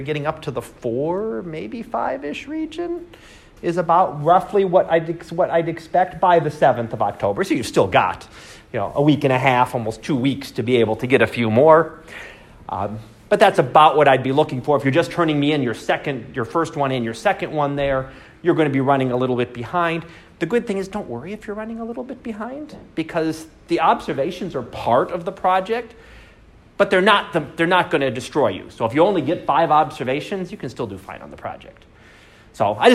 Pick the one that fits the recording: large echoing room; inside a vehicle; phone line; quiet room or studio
large echoing room